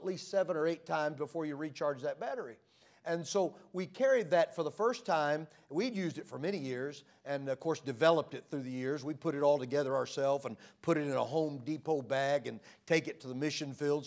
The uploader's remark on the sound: Sermons preached from the pulpit of Anchor Baptist Church in Columbus, Ohio. Missions Conference 2023.